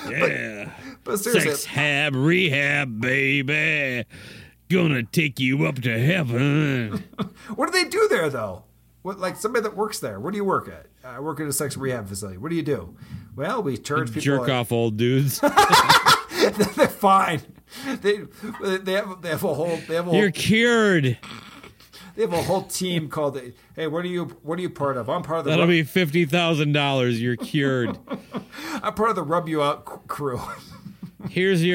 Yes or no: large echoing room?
no